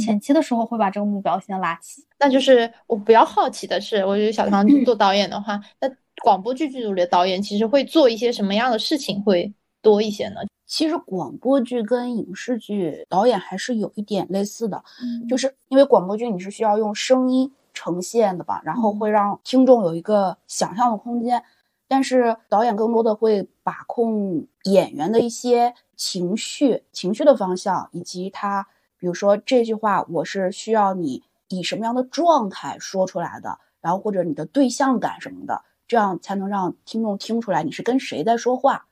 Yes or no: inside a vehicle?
no